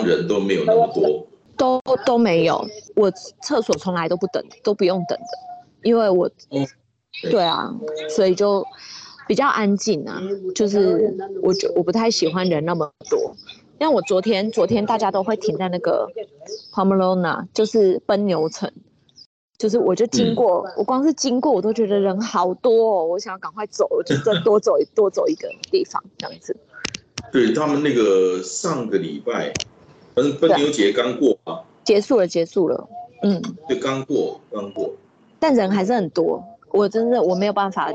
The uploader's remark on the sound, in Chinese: 本集於住宿公共空間進行錄音，故會出現些許背景音，若影響收聽品質請見諒!